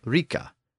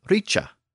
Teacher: The Old Saxon version of the word was riki, and the Old English version was originally something like rika. But in Old English, the K sound became a CH sound in a lot of words, so Old English had the word as richa, and it later evolved into rich in modern English.